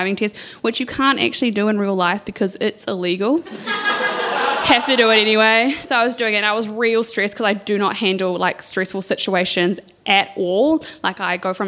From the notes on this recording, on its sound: Recorded live at BATS Theatre.